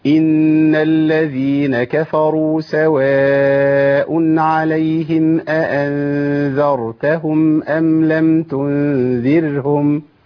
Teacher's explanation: الراء الساكنة المتوسطة الكلمة وقبلها مفتوح تفخم